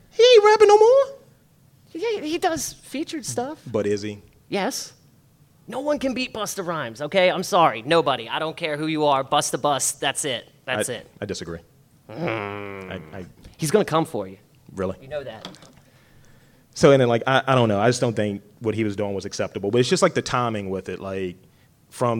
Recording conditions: live audience